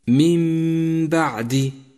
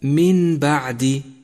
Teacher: جاءت النون ساكنة وجاء بعدها حرف الباء، فالحكم هنا إقلاب، أي قلبت النون الساكنة إلى ميم وسقط أثرها من اللفظ تماما · Shown in: first take